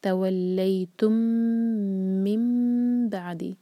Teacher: من کا جو نون ہے یہ میم ہی چینج ہوگا کیونکہ نیکسٹ ورڈ جو ہے با سے شروع ہو رہا ہے. یہ ہے اقلاب، اور اقلاب کے بعد اخفاء شفی.